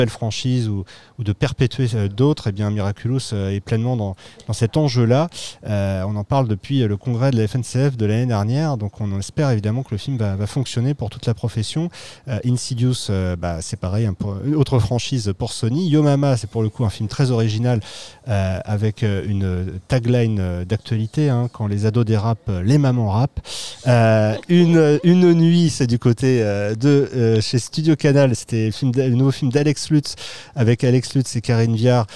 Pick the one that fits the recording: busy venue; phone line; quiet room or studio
busy venue